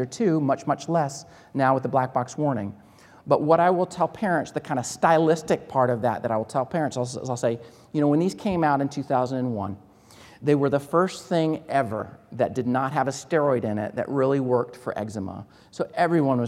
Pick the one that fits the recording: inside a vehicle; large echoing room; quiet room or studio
large echoing room